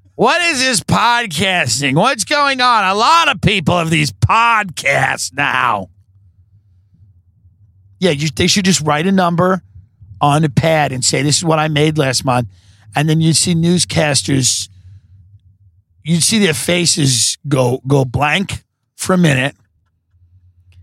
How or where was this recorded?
inside a vehicle